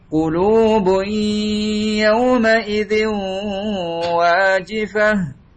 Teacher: idgham bigunnah digunahkan demikian pula tanwin bertemu dengan waw يومئذ ditahan juga.